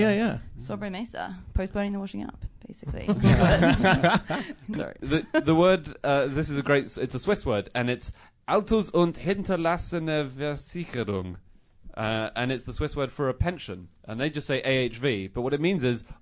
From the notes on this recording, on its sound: In their first ever live podcast recording.